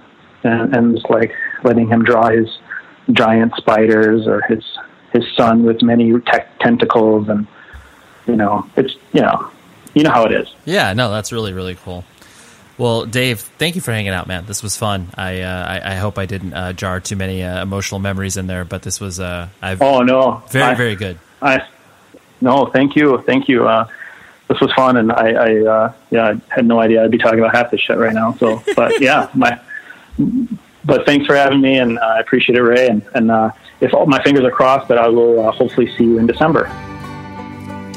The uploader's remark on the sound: We hang out one afternoon on the phone